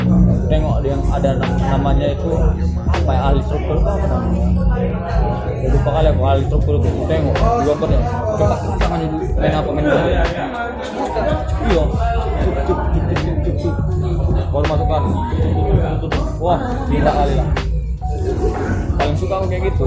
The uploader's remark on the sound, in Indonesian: Mohon maaf jika audio kurang srek ditelinga, lagi lagi saya lupa membawa alat audio recorder.